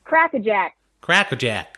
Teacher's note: And you could drop some R's. You could even lose some R's in there.